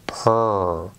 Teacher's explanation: Es una P más R genérica, porque la vocal tiene, es una U, pero podría ser una I, podría ser una A, da igual. Es R genérica que se come a la vocal de delante.